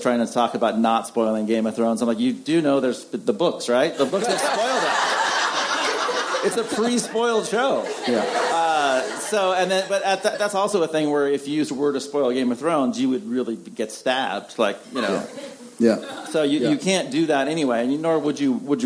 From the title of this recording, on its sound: Spoiler Alert panel from ATX